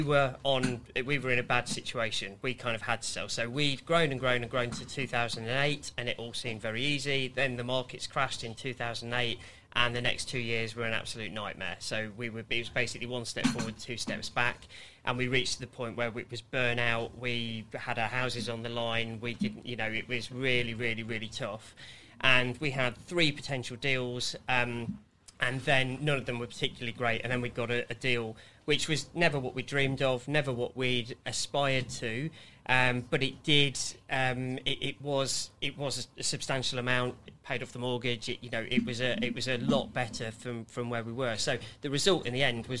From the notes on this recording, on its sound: The Exit Plan Live Recording. A live conversation taped at the Riding House Cafe in Fitzrovia.